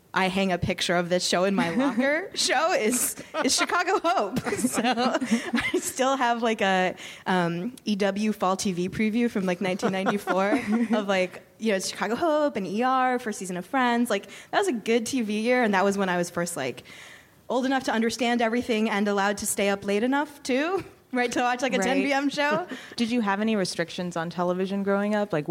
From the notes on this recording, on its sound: A special live taping of the Vulture TV podcast at the New York Television Festival.